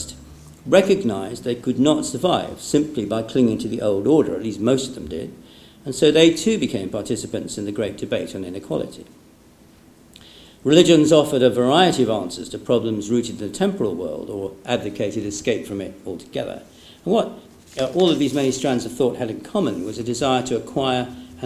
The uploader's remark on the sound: The lecture was given on 3 May 2016 at the German Historical Institute London.